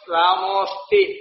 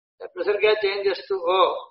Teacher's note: That is called ruttu sandhi in Panini's system. So visargas preceded by a, followed by a, such a visarga will become o · Term: obhava